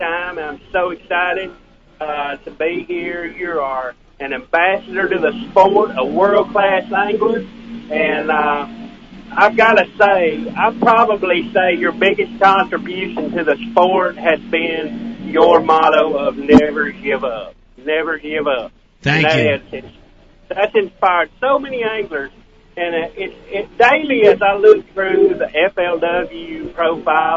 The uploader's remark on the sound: calls into the Ike Live bass fishing podcast